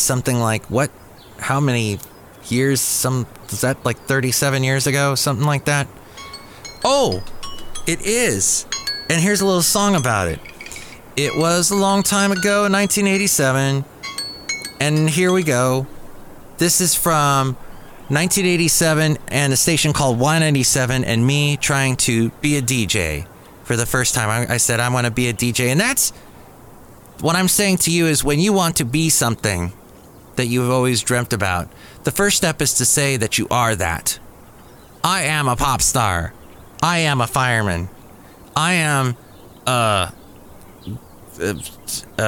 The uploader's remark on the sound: podcasts live from Café Anyway